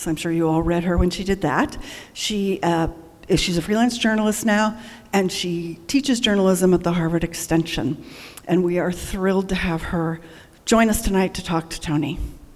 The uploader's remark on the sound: at the annual Word Literary Arts Festival in Blue Hill.